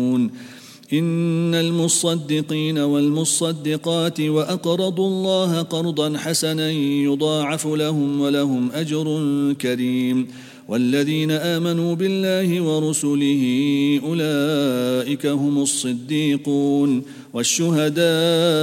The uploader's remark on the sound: at the Houghton Masjid (West Street)